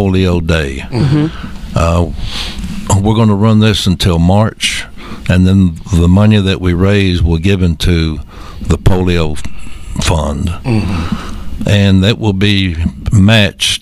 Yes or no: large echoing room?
no